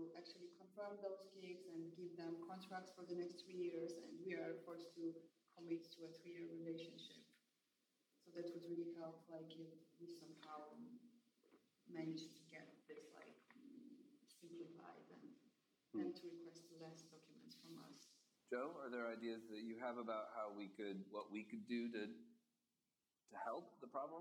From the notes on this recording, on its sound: This panel live from Wire Festival. In this panel recorded live at Wire Festival in New York.